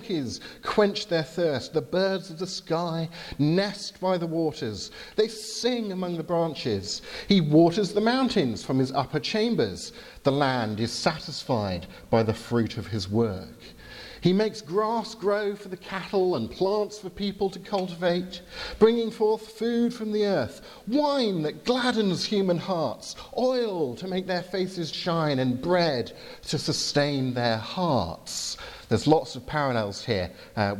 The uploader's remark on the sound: from the 11 am service at Highfield Church Southampton